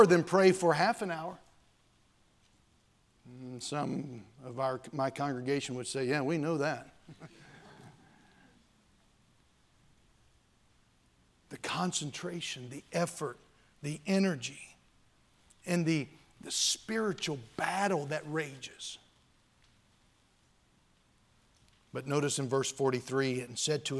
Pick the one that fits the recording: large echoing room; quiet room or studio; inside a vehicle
large echoing room